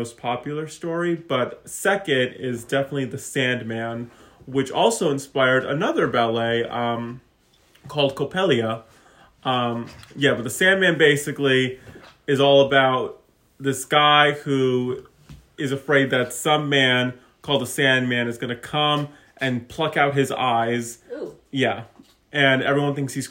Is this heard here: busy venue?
no